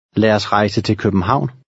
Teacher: the first two words will run together.